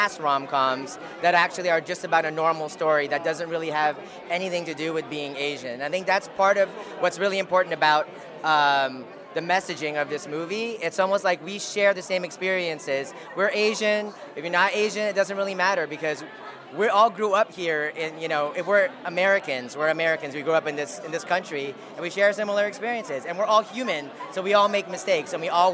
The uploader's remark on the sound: We'll take you to the red carpet of the Soho International Film Festival. Soho International Film Festival 2023. We'll take you to the red carpet of the Soho International Film Festival.